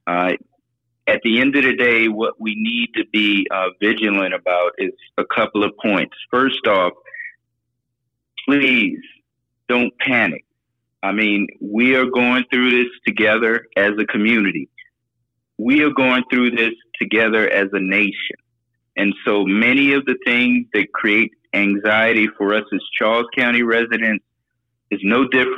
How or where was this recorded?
phone line